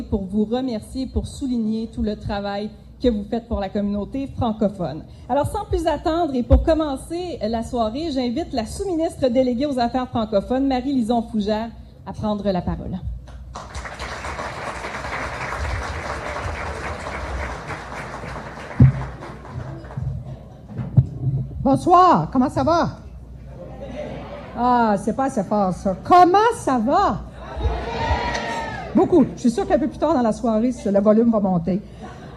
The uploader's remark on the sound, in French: En direct du Gala de l'Association des Francophones de la Région de York (AFRY)